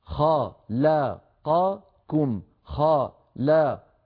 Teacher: نقول له: سو بين أزمنة الحروف، خلقكم، خلقكم، أربع حروف متحركة متتالية، عليك أيها القارئ أن تسوي بين أزمنتها ولا تختلس واحدا منها · Term: توالي المتحركات